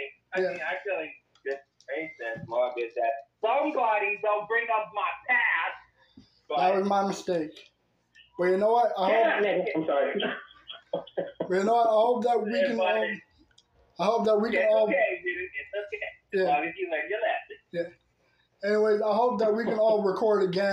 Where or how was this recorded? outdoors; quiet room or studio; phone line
phone line